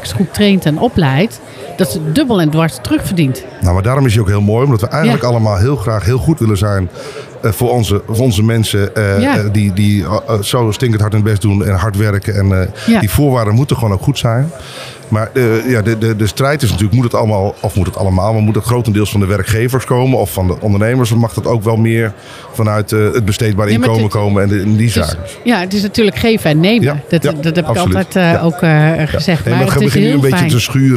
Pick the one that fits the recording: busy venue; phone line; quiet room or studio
busy venue